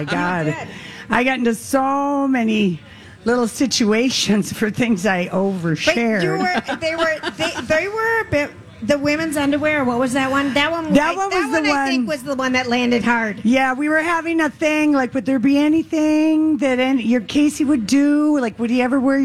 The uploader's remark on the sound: Day 1 at the MN State Fair. Stops by the Chanhassen Dinner Theater Stage.